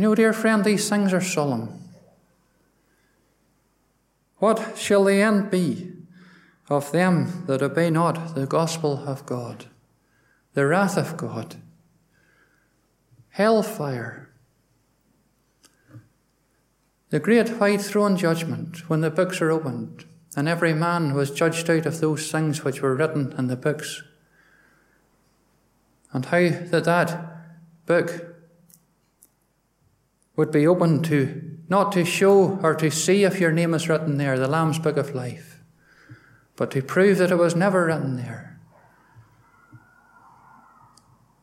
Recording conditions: large echoing room